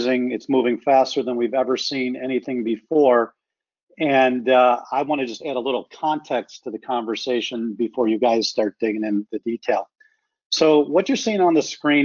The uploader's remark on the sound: Realcomm Webinar